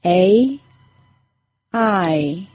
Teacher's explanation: Because they are two sound vowels, my mouth needs to move from one position to another to say the sound completely.